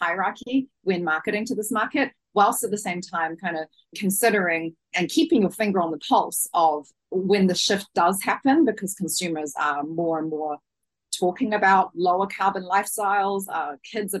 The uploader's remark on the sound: This podcast is a recording of the report launch webinar on 4 December